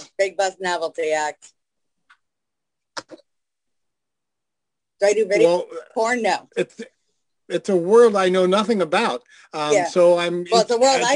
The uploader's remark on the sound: stopped by to chat with us on Zoom.